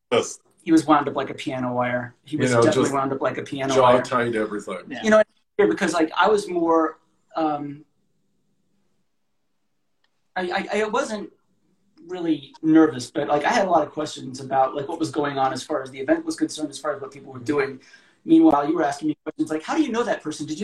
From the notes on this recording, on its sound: Recorded on 29 August 2020 on Instagram Live